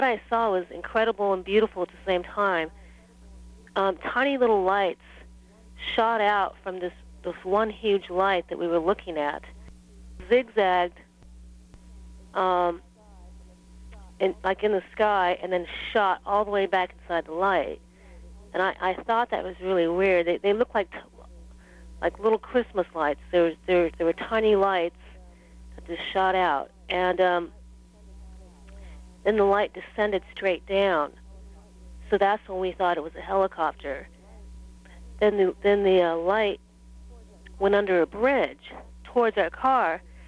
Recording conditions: phone line